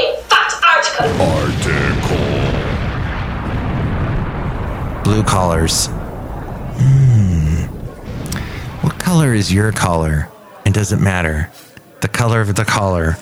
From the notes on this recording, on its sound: podcasts live from Café Anyway